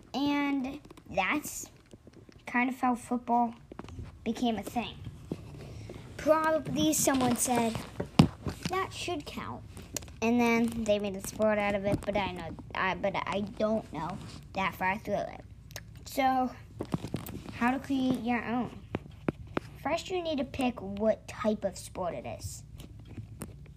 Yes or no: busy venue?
no